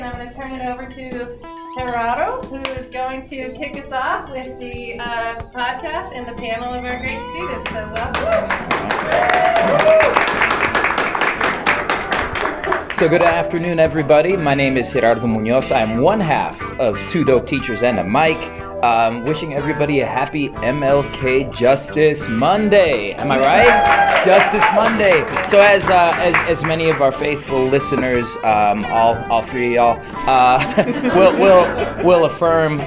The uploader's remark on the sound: In our first live show, thanks to the Colorado Education Association.